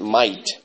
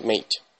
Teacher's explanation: So in English, in regular English, like American English or even British English, they say mate. But in Australia, they say might. · Shown in: first take